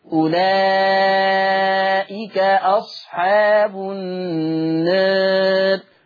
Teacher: لما قللت عملت إيه في الراء؟ رققت الراء